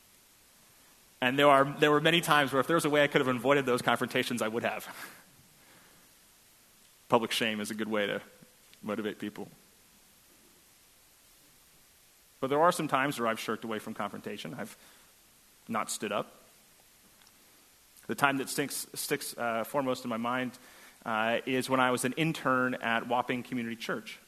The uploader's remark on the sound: at First Congregational Church of Houston